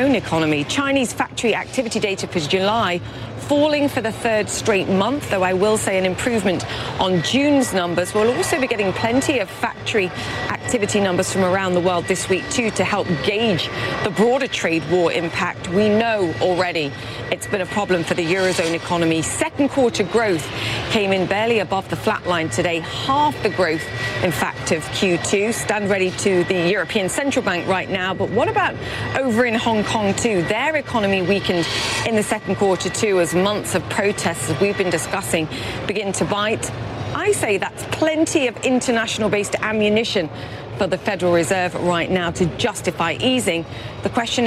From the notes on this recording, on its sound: Live from the New York Stock Exchange.